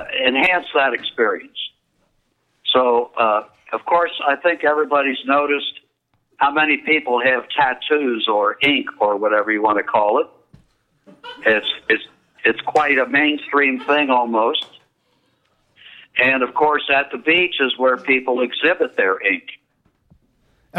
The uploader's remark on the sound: We had some phone issues tonight.